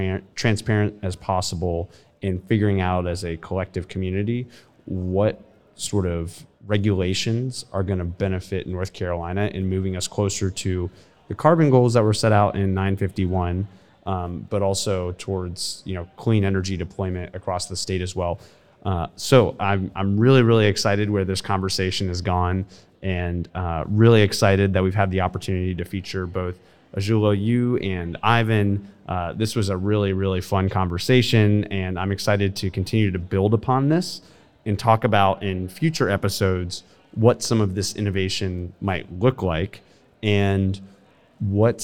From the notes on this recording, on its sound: a live recording down at the Southeast Renewable Energy Summit in Charlotte, NC